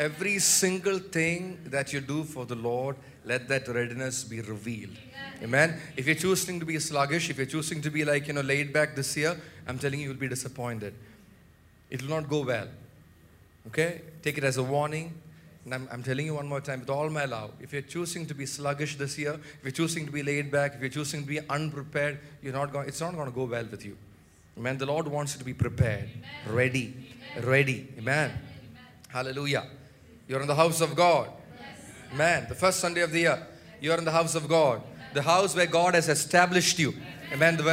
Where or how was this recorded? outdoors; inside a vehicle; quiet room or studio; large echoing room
large echoing room